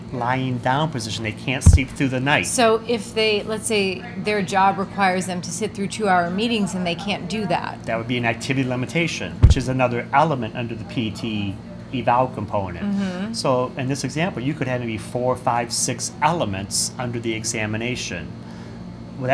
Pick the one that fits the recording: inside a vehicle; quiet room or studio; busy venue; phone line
busy venue